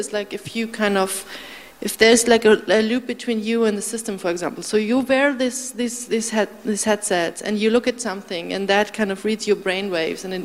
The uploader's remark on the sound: The session will start with a video showing parts of the web documentary "Homo Digitalis". The panelists will then discuss, together with the audience.